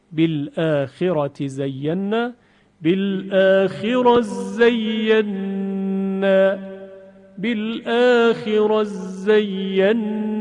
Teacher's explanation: حرف ت در حرف ز، یعنی حرف تا در زای